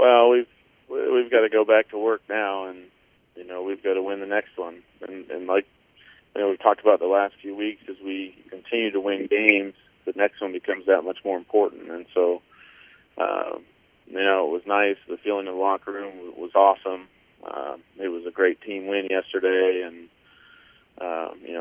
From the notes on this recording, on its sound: Addressed Reporters During a Monday Conference Call